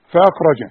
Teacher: الخاء مفخمة والراء كمان مفخمة، انما فاء حروف مرققة